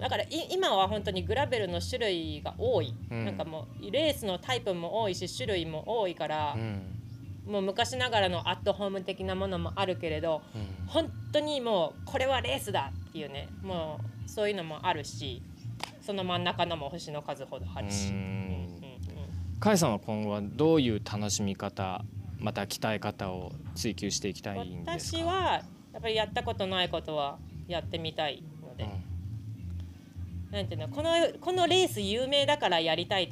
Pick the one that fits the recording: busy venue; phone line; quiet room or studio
busy venue